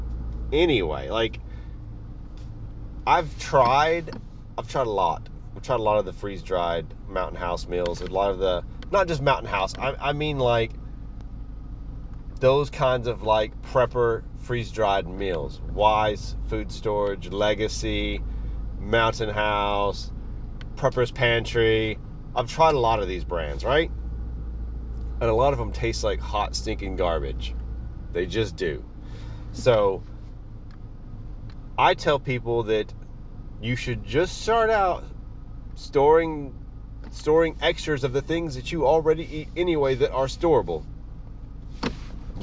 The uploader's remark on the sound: Doing the show in the car I’m having to break it into 2 parts.